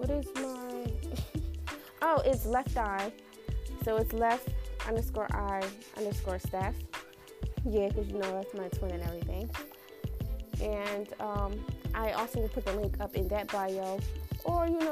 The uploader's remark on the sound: Sorry about the static